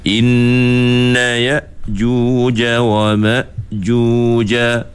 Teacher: Kerana huruf hamzah ini padanya terdapat sifat syiddah. Apa maksud syiddah? Syiddah ialah tertahan suara. Sebab itu bila kita baca inna ya'juja wa ma'juja, kita tak boleh baca inna ya'juja wa ma'juja.